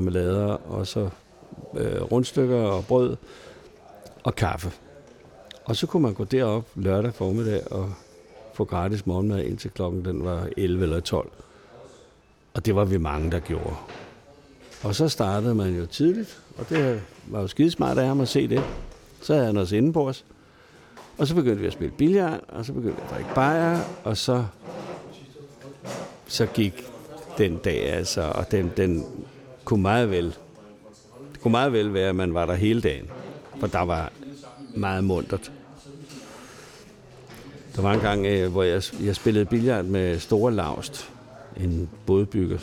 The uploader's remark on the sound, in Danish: Optaget på Fingerbøllet, Christianshavn.